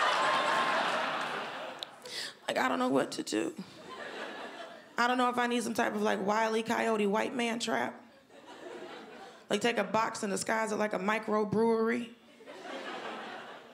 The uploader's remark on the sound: Melbourne International Comedy Festival's Comedy Up Late. Recorded at the home of the Festival Club, Max Watt’s for ABC.